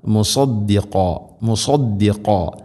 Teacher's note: സ്വാദ് ഉച്ചരിക്കുന്ന സമയത്ത് നാവിൻ്റെ മധ്യഭാഗം അണ്ണാക്കിലേക്ക് ഉയർന്നു നിൽക്കണം. സ്വരഭാരത്തിൽ ഉച്ചരിക്കേണ്ട അക്ഷരമാണ് സാദ്.